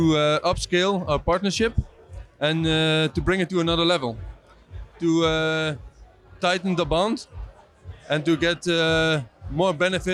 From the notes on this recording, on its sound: Event Season Recap from Montreal. Filmed on location in Montreal during Lightspeed Oxygen Summit!